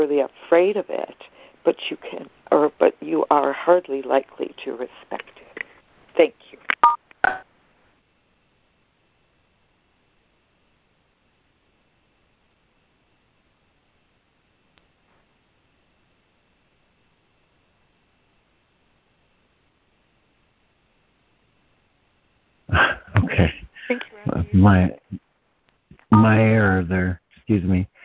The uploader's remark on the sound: ACIM Daily Conference Call